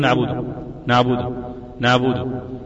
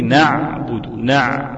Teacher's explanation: العين الفصيحة أعمق شوية من العين اللي ننطقها · Shown in: second take · احنا بنقول نعبده نعبده نعبده، بيبقى مقدمة شوية هي العين الفصيحة من وسط الحلق، انت بتوديها للأدنى.